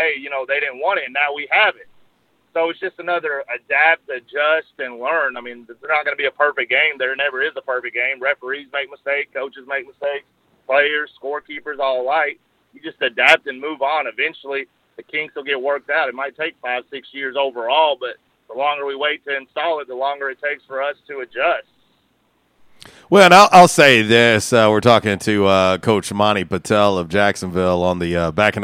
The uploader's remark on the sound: LIVE on the Back In Action Hotline. RWRC Radio on 95.3 The Ticket/AM-970, Ritter Communications Tubetown 21!